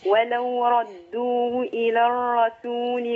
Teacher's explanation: الراء في كلمة الرسول مشددة ومفتوحة مفخمة